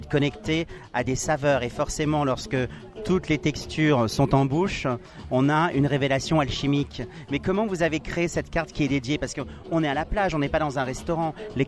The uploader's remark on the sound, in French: Beef Bar x Plage 45 - Cannes 2016